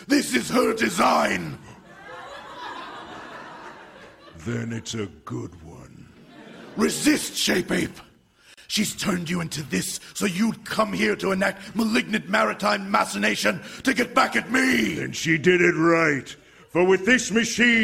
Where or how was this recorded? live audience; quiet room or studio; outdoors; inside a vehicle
live audience